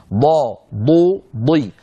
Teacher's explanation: ليست من طرف اللسان، ليست من الطرف الأمامي، وإنما من الحافة